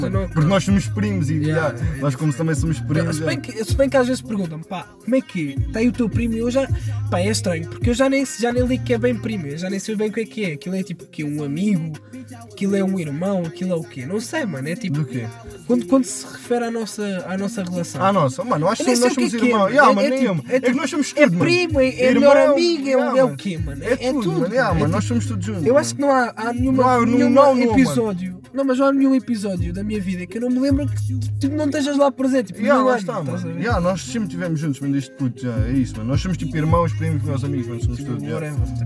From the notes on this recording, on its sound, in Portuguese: Primeiro episódio no carro da avó!